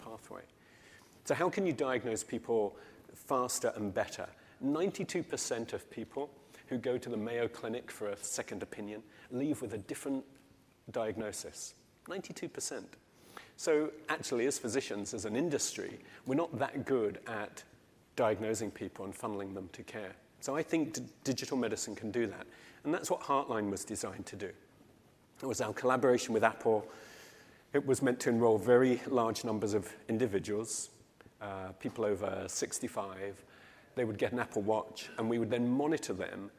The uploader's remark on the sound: In this session recorded at CMO Summit 2022